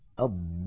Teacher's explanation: يصح الجمع بين حرفين ساكنين بكلمة واحدة في حالتين: أولا أن يكون الأول من الساكنين حرف مد أو لين نحو الضالين، هنا الساكن الأول هو الألف والساكن الثاني هو اللام الساكنة من اللام المدغمة أو المشددة